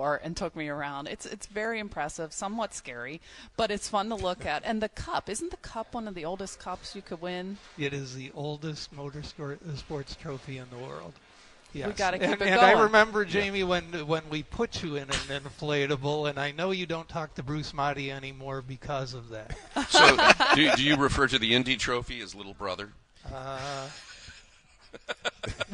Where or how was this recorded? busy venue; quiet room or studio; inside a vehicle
busy venue